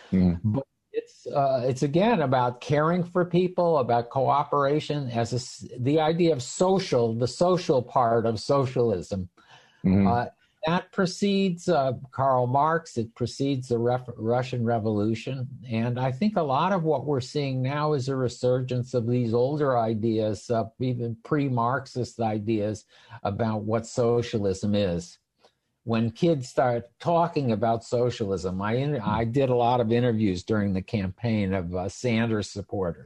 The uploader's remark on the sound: In response to the Coronavirus COVID-19 outbreak, this program took place and was recorded live via video conference, for an online audience only, and was live-streamed by The Commonwealth Club of California from San Francisco.